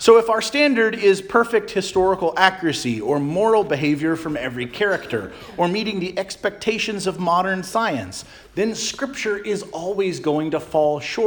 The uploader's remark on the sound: Charles Anglican Cathedral, Bremerton, WA.